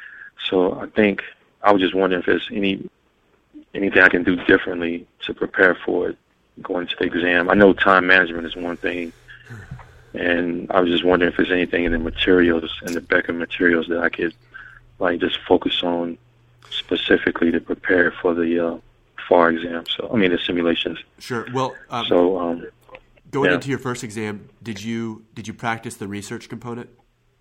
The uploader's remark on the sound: Live Calls